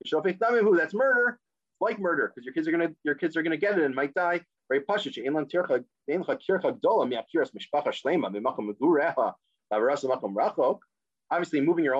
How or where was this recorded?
video call